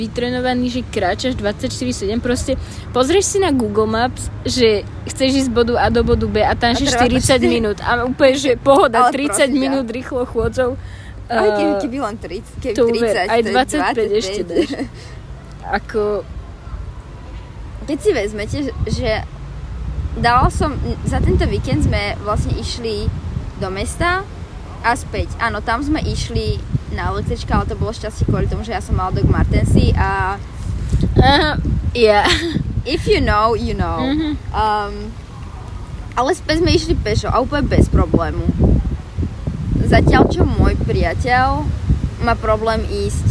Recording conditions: outdoors